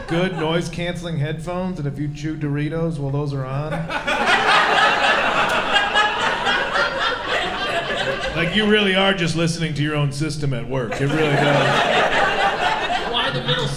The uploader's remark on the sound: Live from Milwaukee. At The Milwaukee Comedy Festival.